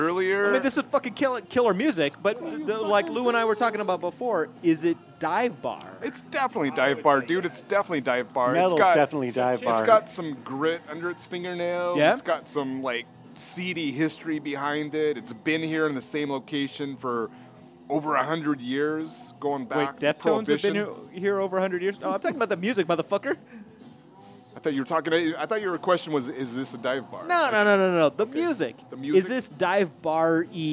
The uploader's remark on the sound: Recorded live at Woody's Bar on Aurora.